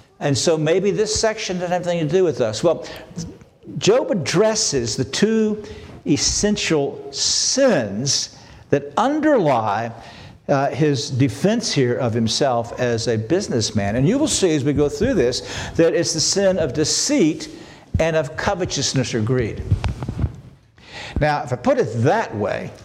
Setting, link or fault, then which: setting, large echoing room